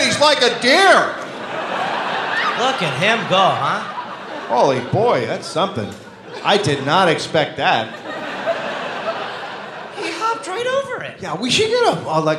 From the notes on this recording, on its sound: live in Seattle